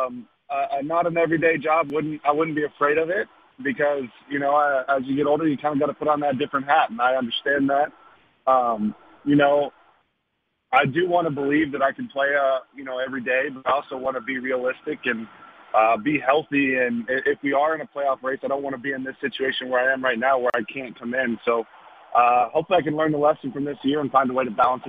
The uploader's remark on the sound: called